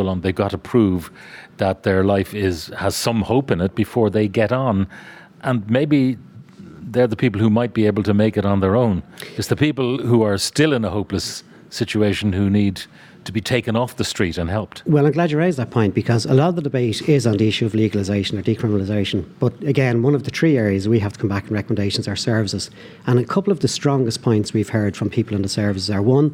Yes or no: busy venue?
yes